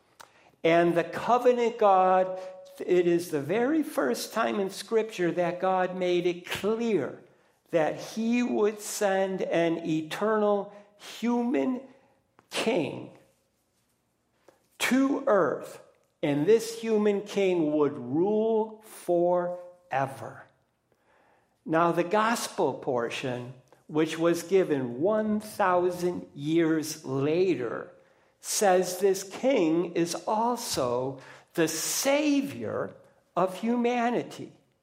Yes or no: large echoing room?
yes